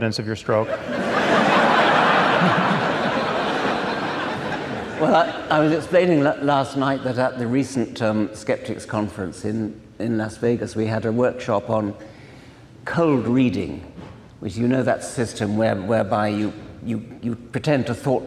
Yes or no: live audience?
yes